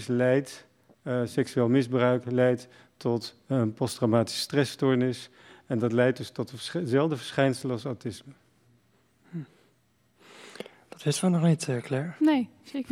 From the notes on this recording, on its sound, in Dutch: We zijn live vanuit theater Frascati in Amsterdam. Een bijzondere locatie voor een bijzondere aflevering, in samenwerking met Frascati dat in corona tijden met hun 'Radio Futura' hun visie op kunst en de wereld de lucht in gooit.